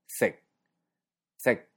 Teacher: Y finalmente, sec, que lleva el sexto tono y se mantiene un nivel bajo de la voz